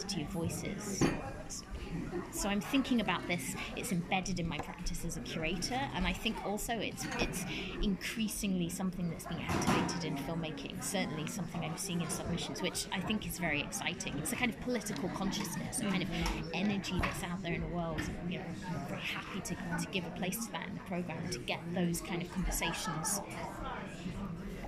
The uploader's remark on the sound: the launch of this year's Edinburgh International Film Festival at the Filmhouse on Lothian Road